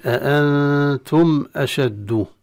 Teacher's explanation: الميم انتهت بها الكلمة تظهر عند الهمزة إظهارا لا غنة فيها، يعني أأنتم أشد، فلنحذر وأن نأتي بغنة في الميم كما يفعل بعض الطلبة الصغار، فلا غنة فيها هنا.